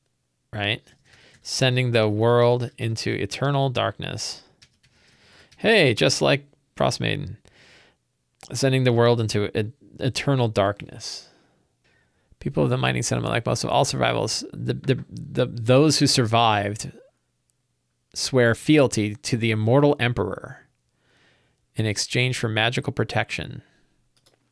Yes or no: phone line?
no